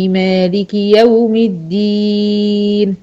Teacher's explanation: عشان وقفت على الدين مديت، لكن لو اكملها، مالك يوم الدين، اياك نعبد واياك نستعين، اهدنا الصراط المستقيم. · Term: مد عارض للسكون